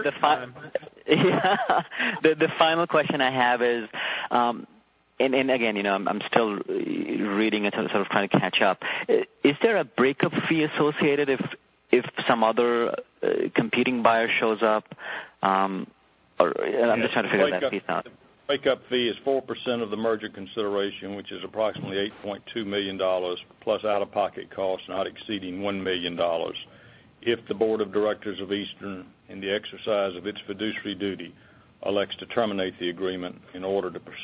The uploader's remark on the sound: ProAssurance Corporation To Acquire Eastern Insurance Holdings Conference Call.